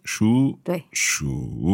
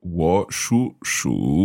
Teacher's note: we have two third tones together. The first third tone becomes second tone.